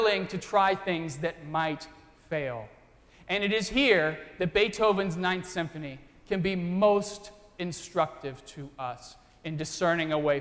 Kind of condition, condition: setting, large echoing room